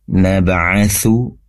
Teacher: ba sukun, tentunya kol-kolah dipantulkan